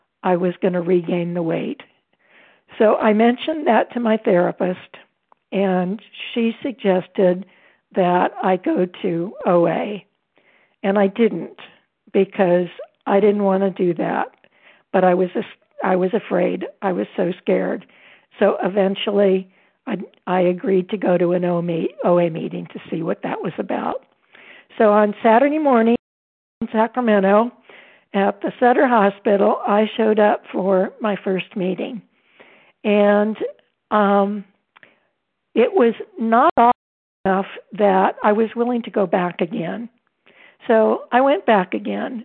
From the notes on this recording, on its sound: 100 Pounders Phone Meeting